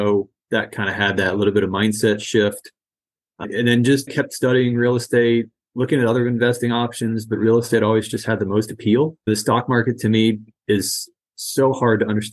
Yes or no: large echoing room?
no